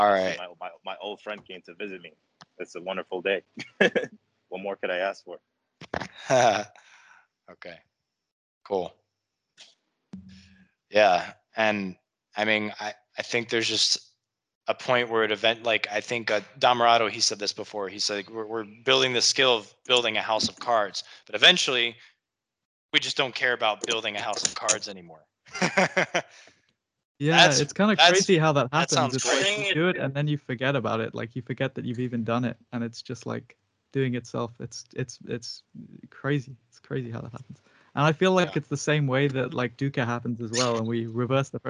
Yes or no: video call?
yes